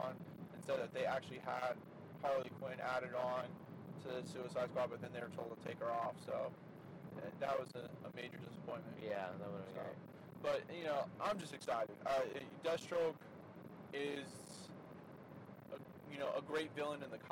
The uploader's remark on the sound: Apologies for the background noise since we recorded this in the car traveling.